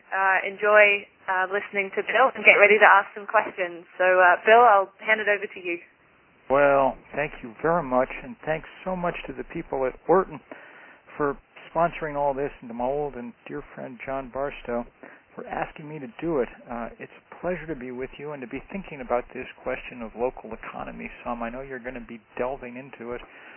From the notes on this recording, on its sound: Conference call series. Call recorded on July 28, 2011.